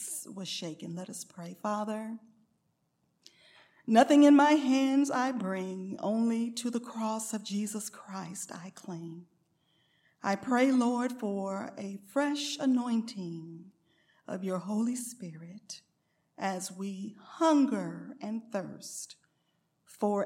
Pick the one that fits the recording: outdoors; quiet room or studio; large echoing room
large echoing room